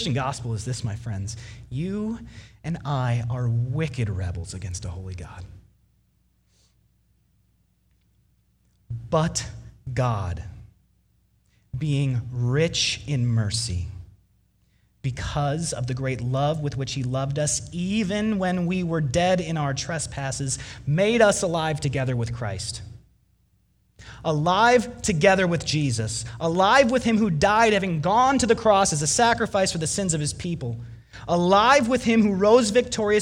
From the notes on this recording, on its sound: Delivered Sunday, December 29, 2019 at Woodridge Community Church (New Berlin, WI).